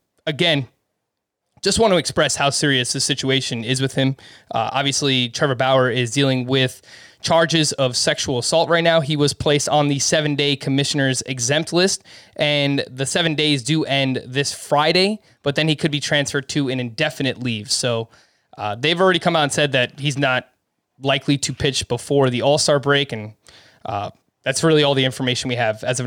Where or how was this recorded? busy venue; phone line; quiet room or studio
quiet room or studio